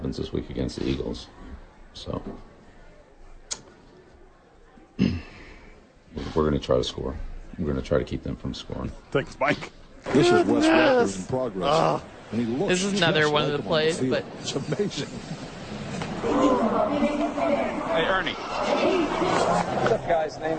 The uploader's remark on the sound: live at Sadies